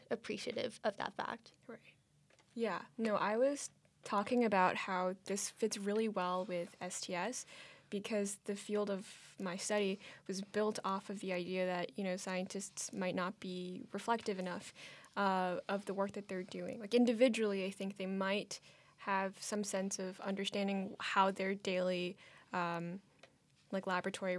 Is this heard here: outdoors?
no